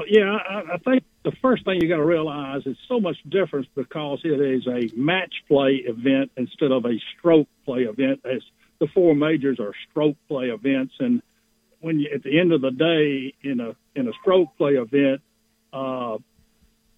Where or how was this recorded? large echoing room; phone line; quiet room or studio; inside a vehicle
phone line